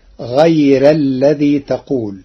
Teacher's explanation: قرأ ورش كلمة غير بترقيق الراء فتصير غير الذي تقول لوجود الياء الساكنة قبلها